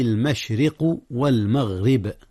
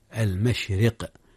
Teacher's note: ترقيق الراء المشرق، لأن الراء مكسورة، وكذلك المغرب، فالراء إذا وقعت مكسورة رققت